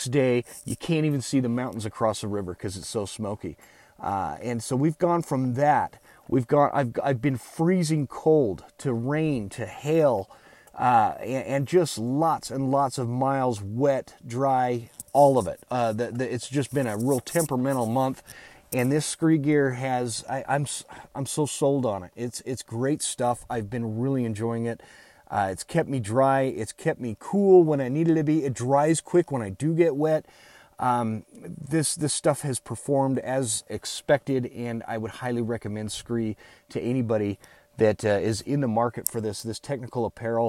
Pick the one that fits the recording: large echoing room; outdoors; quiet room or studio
outdoors